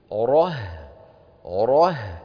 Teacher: يعني نفخم الراء ثم ننتقل لمين؟ إلى الهاء المرققة · Term: الراء مفخمة